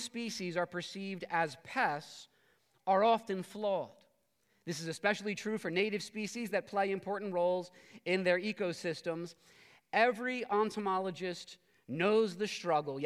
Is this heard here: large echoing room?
yes